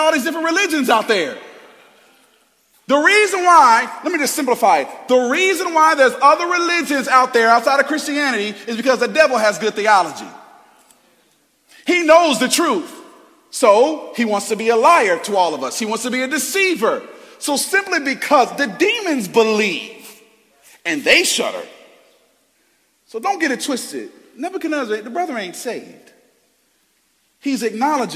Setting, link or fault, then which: setting, large echoing room